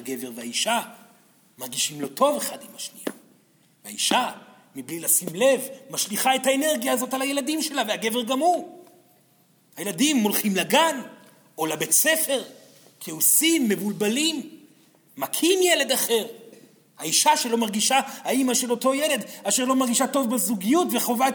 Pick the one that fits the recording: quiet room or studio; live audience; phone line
live audience